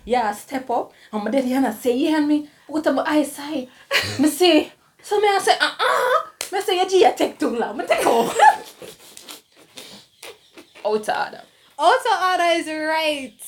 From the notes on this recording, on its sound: We took to the streets of Kingston and we heard some of your views.